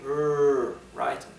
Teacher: The English R is mainly pronounced with your throat, and the tongue goes rolled back